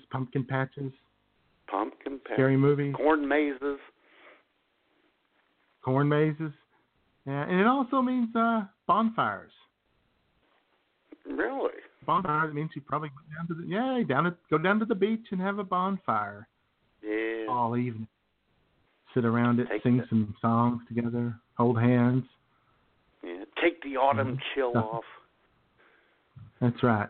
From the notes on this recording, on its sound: Your phone calls. IWS Radio presents: October Surprise 2016!!